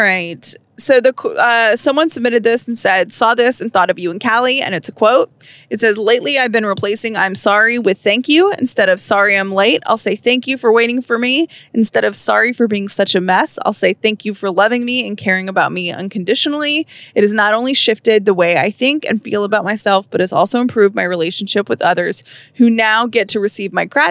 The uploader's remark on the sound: We answer some of your questions in the car on the way to Hilton Head!